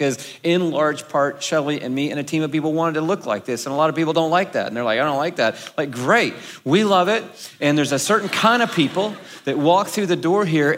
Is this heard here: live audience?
yes